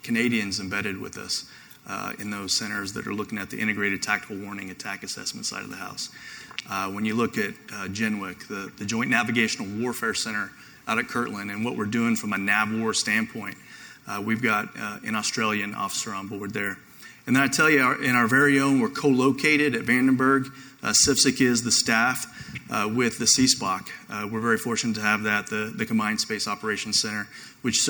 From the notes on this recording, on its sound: I have a recording of a panel I hosted last week at the Space Force IT Day hosted by AFCEA NOVA.